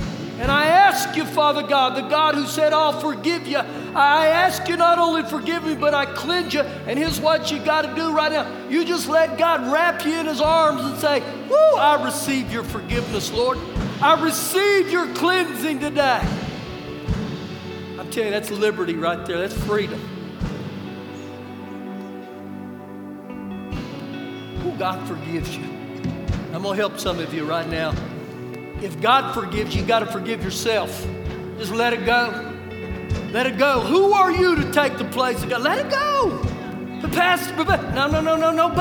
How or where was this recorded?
live audience